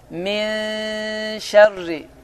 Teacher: əgər ixfa hərflərindən sonra incə hərflər gələrsə, ixfa incə oxunur. Min şərri, incə.